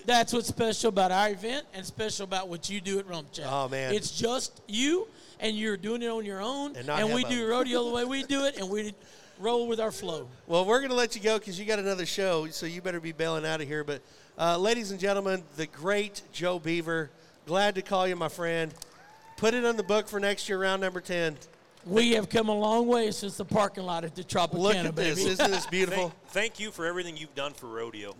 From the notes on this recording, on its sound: RümpChät Live at the 2023 NFR